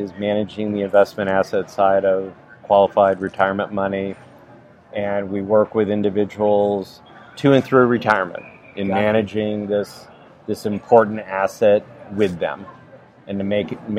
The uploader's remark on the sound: is interviewed LIVE on November 7 at the Bruin Professional Beverly Hills Chapter meeting